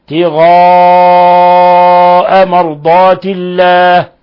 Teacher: مد متصل في لفظ ابتغاء لأن الهمز لقي حرف المد في نفس الكلمة